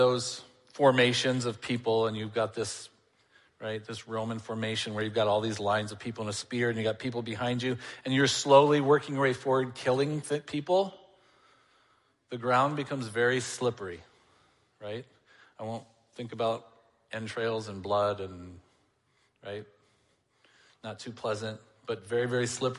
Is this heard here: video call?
no